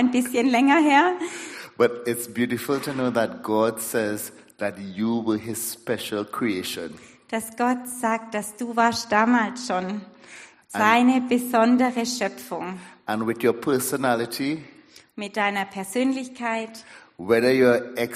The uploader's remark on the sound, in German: Predigt der Sueddeutschen Gemeinschaft Ditzingen.